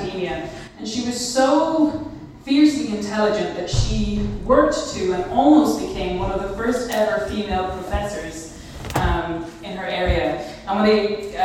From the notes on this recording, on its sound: Youth 2000 Talk. This bonus episode is the recording of a talk I gave over this summer for the Youth 2000 summer festival on Catholic womanhood.